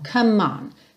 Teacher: Então, você nunca diz come me, e sim come, come. Ou seja, já junta esse M no on